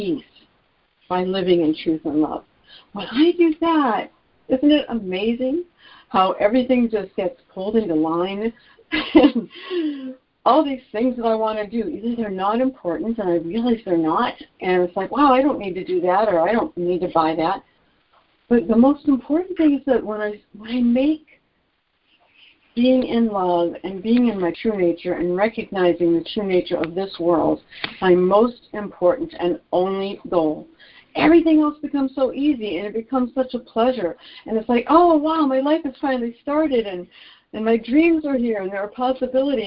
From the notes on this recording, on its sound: ACIM Daily Conference Call